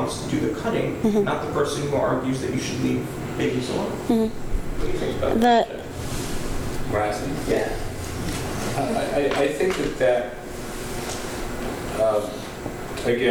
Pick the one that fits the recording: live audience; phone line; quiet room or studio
live audience